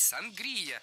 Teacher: Я сама слышала чаще вариант сангрия, а филологи рекомендуют говорить сангрия с ударением на втором слоге. Однако формально все варианты не являются ошибочными, потому что наша сангрия, сангрия, сангрия еще не зафиксирована в словарях.